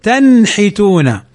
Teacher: فنظهر النون ونظهر الحاء، والحاء من حروف الإظهار. هذا مثال النون الساكنة مع الحاء في حرف في كلمة واحدة.